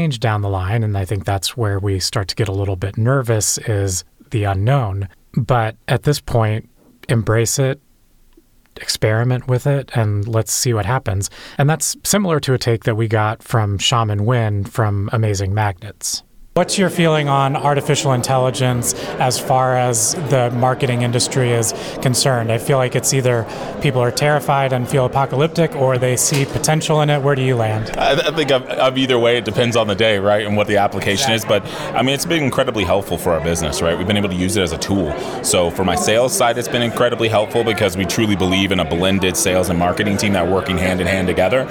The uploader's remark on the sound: we're in the field, gathering the thoughts and insights from the marketers we spoke with at Neocon